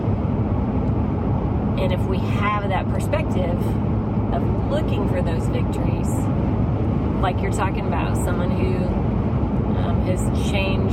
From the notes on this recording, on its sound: while we were driving back